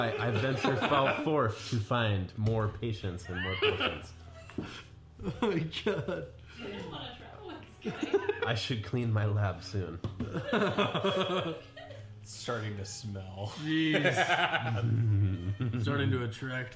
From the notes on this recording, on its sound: Disclaimer: Audio may be quiet, we apologize for any difficulties.